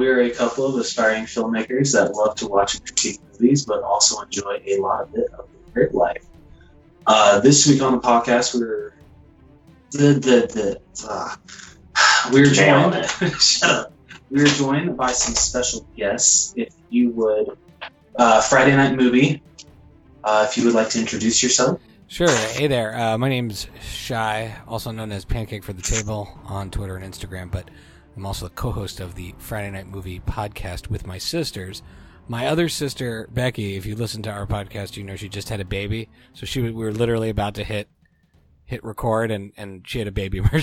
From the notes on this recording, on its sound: Technical difficulties this episode, bros. We hope you enjoy this episode regardless of our sound.